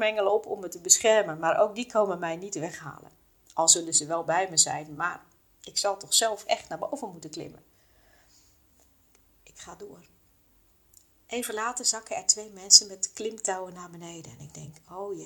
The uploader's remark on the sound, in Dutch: Deze aflevering heb ik spontaan opgenomen met mijn mobiel, zonder pop filter. En ja, dat hoor je (een beetje).